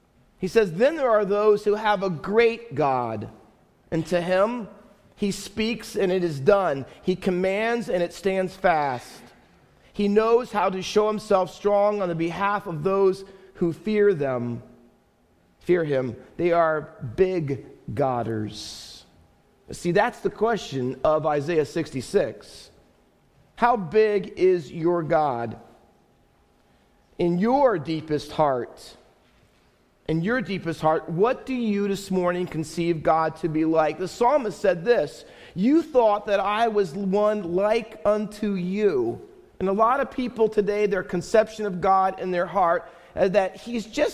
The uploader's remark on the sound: Faith Baptist Church in Hamilton, NJ.